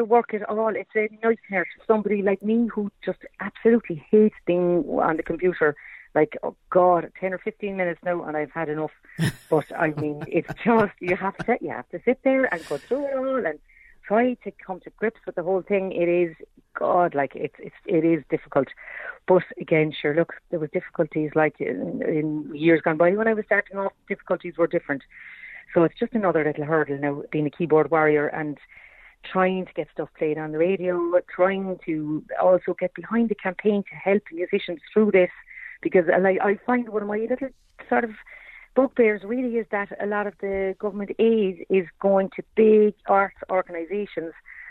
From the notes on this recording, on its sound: On the phone for a chat.